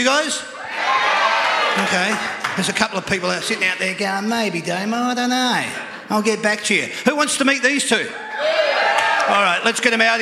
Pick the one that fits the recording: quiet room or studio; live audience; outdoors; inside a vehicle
live audience